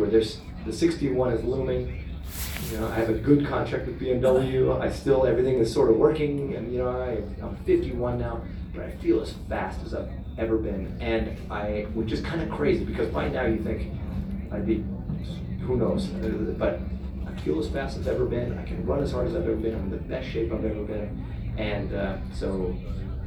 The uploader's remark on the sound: Live from Daytona